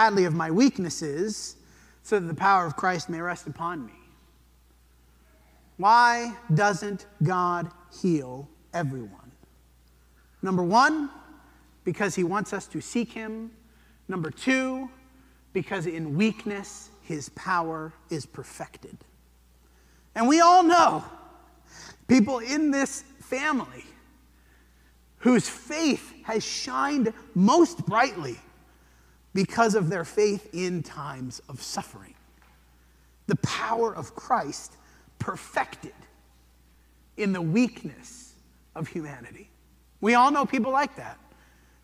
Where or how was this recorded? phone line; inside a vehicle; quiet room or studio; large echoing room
large echoing room